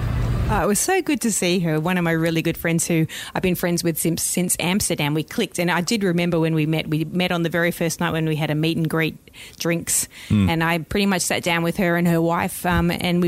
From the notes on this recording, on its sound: recorded whilst in Toronto at the 2nd World LGBT Conference for Criminal Justice Professionals